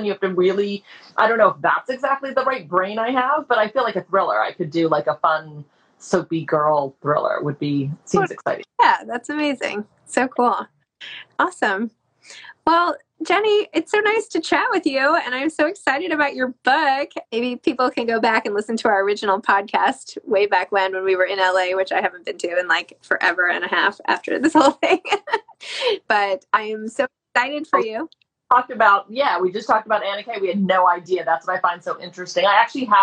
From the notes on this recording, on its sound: a recent IG Live —released here as a podcast